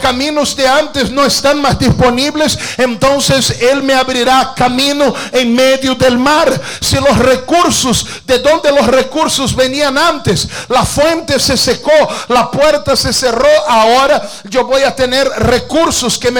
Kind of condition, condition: setting, large echoing room